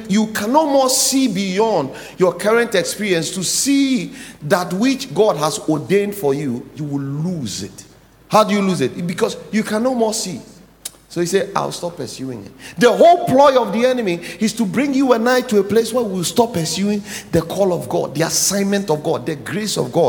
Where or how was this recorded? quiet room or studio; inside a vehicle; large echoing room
large echoing room